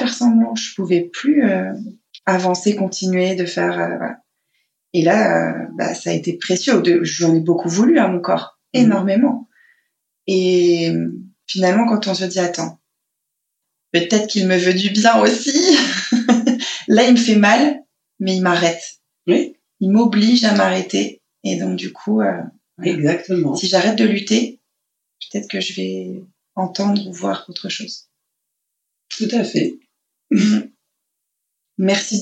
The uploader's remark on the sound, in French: Je tiens par avance à m’excuser pour la qualité audio de cet enregistrement. En effet, lors de celui-ci j’ai oublié de sélectionner le bon micro sur mon logiciel… C’est pourquoi aujourd’hui j’ai privilégié le témoignage qui m’avait le plus ému et touché malgré un son de mauvaise qualité.